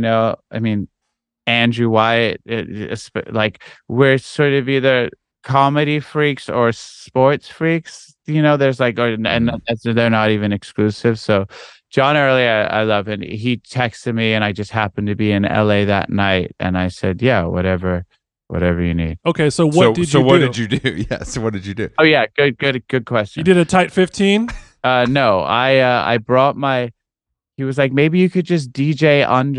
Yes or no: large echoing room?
no